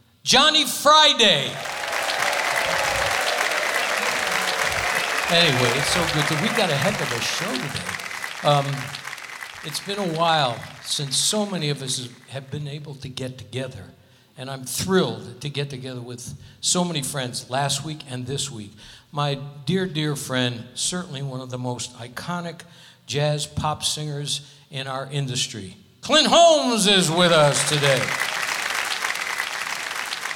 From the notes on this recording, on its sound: Live at the SouthPoint Casino